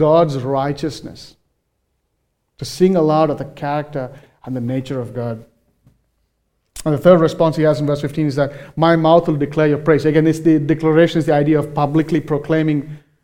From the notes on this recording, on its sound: recorded live at Grace Community Bible Church